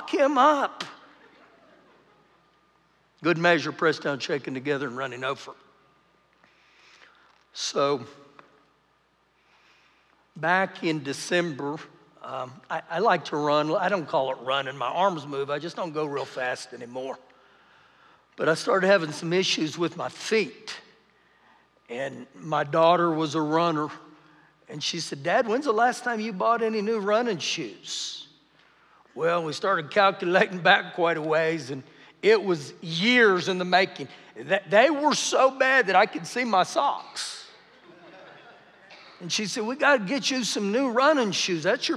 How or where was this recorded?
live audience